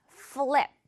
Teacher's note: 처음에는 토끼 이빨로 시작해야겠죠? 그리고 Flip에서 양입술 만나게 해줘야 됩니다.